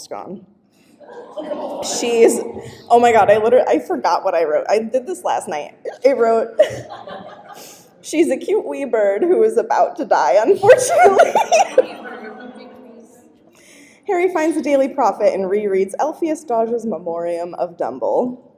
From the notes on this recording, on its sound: LIVE from LeakyCon Chicago 2023!